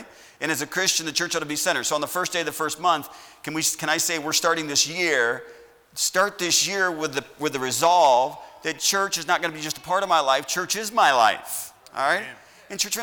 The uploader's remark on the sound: at Heritage Baptist Church, Lawrence Kansas on Sunday SS, January 3rd, 2021.